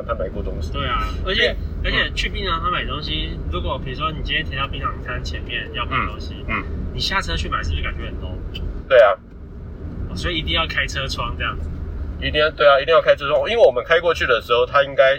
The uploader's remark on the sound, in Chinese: 車上錄音。閒聊兜風遊車河。